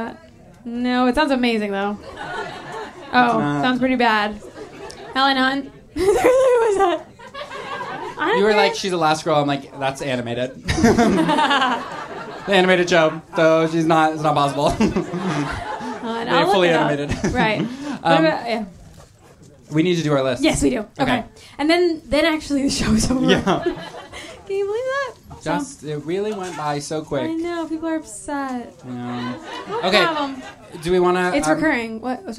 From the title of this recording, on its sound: Live Show